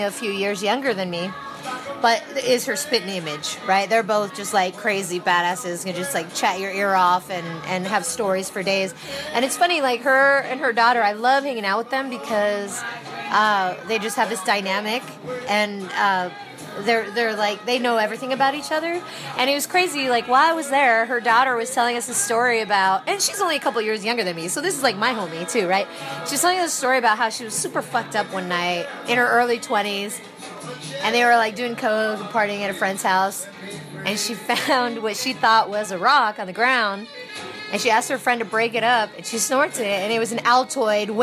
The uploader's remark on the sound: This week's Flash Back Friday is brought to you from a dive bar in the Tenderloin neighborhood of San Francisco, recorded in December of 2017. It represents the quintessential dive bar experience: good music, heavy pours of whiskey.